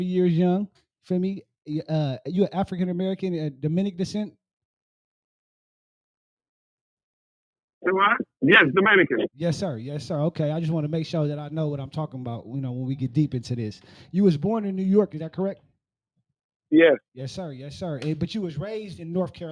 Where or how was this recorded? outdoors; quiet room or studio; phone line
phone line